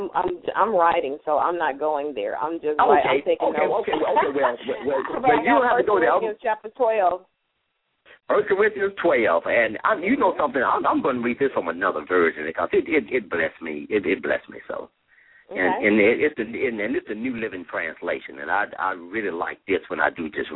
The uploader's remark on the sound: LML uses a progressive live call in format.